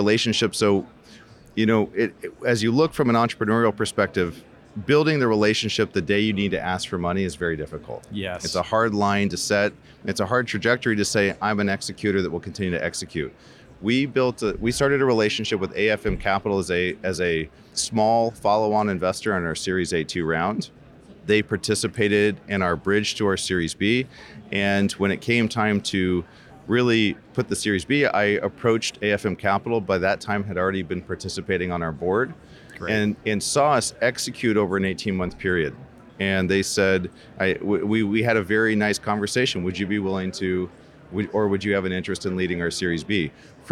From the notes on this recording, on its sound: joins us from the Rally Innovation Conference